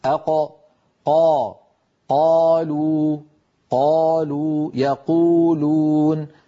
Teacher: ولاحظوا بأن هذه المنطقة ترتفع، منطقة أقصى اللسان ترتفع كما نرى في اللوحة وتقرع المنطقة التي اسمها الحنك اللحمي · Term: القاف